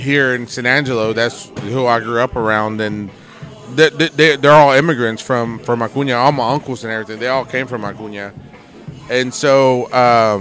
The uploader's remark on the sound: This week we are on location from Whiskey River Saloon